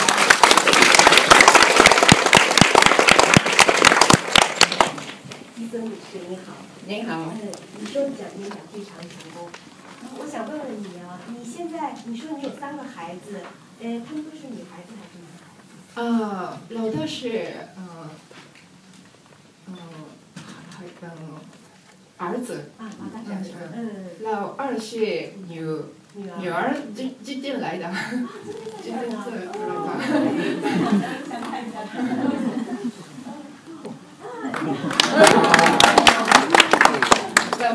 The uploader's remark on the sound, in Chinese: 来自海的声音和中文演讲比赛的现场录音 第一位选手的演讲没有录全。